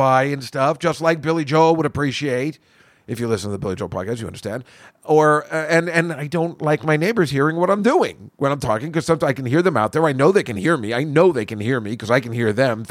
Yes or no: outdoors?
no